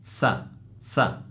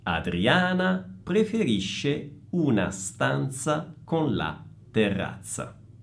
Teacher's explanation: attenti alla Z che in entrambe le parole è sorda, quindi za, za.